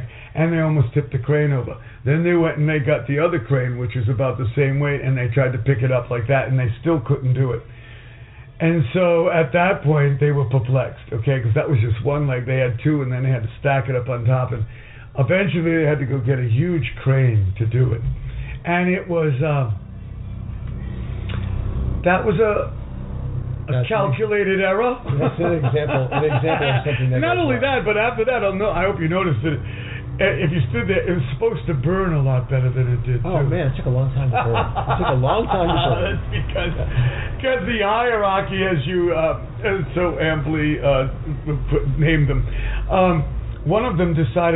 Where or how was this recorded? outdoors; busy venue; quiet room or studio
busy venue